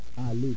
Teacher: Remember to keep your jaws in the same position to avoid producing a glided vowel in the last part of Ali